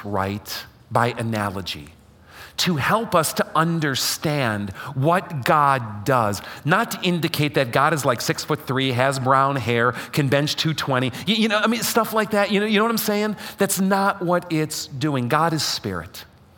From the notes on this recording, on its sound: LIVE during Fellowship of Faith's Sunday morning worship service